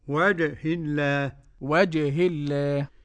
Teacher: الجيم المعطشة والقلقلة إلى الفتح